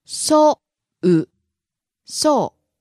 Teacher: Falls on the second syllable う。